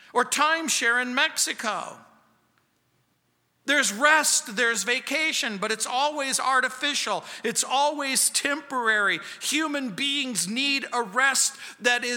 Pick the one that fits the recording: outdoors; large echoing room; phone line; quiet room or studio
large echoing room